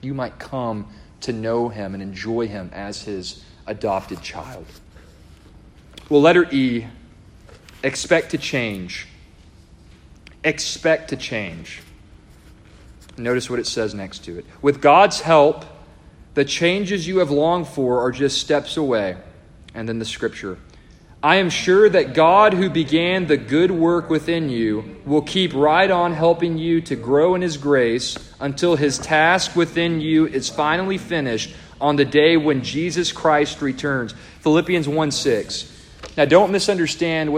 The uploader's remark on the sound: A devotional delivered to the congregation of Lifeway Baptist Church -Edna, Texas-.